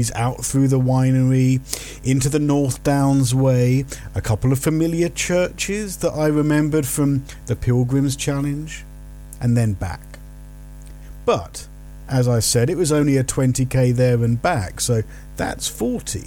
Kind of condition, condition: fault, hum or buzz